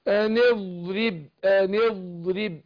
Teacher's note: شوف الضاد هنا عشان الاستطاله، شوف صوتها ممتد لغايه طرف اللسان، حافه اللسان مع الاضراس العليا